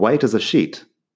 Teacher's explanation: Fíjate que acabo de dejar caer el primer as ahí. Me parece que es algo que hacemos en inglés americano, pero lo correcto sería pronunciarlo.